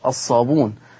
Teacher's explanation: فقد قرأ ورش الصابون، أي حذف الهمز